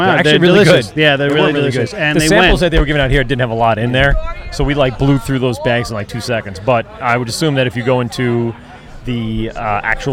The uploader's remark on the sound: LIVE at Fall Craft Beerfest in Farmingdale LI